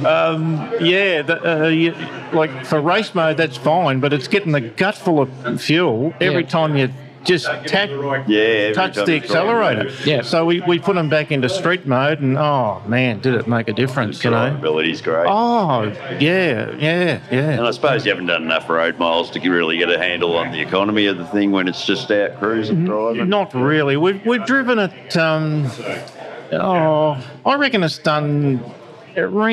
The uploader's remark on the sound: LIVE.....from Chrome in the Goldfields!!